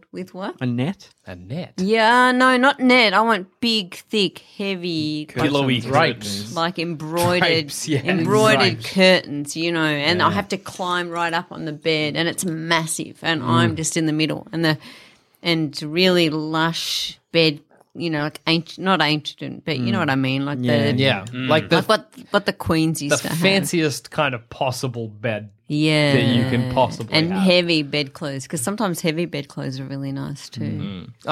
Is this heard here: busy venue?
no